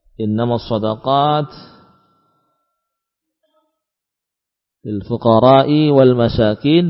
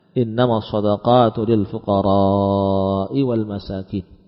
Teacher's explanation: Beliau membacakan ayat ini dengan memanjangkan huruf ra pada kata lil fuqara · Shown in: second take · Term: memanjangkan mad